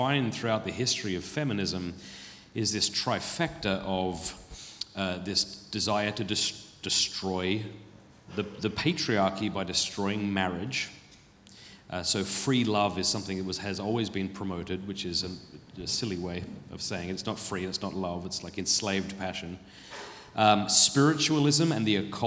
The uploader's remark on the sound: A special live filming of Pints with Aquinas at the Purpose Conference 2023.